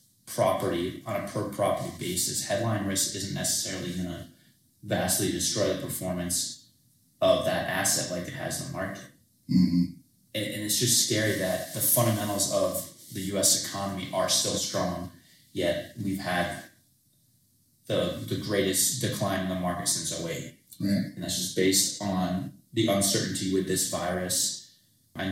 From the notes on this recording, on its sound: We recorded this hours after the Governor of Massachusetts declared a state of emergency. Our apologies for the mediocre audio quality. This recording was made in less than ideal conditions.